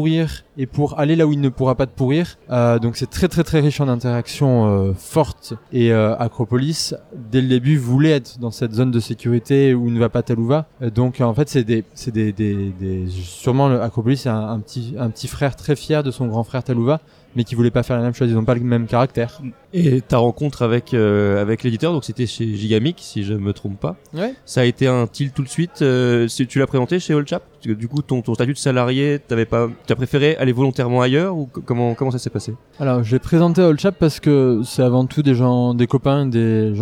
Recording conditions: busy venue